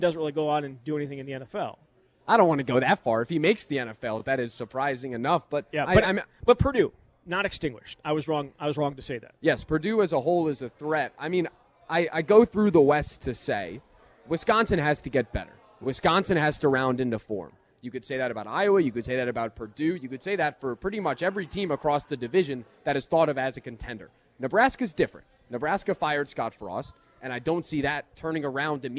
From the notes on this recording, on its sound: live at Monk's Bar and Grill in Sun Praire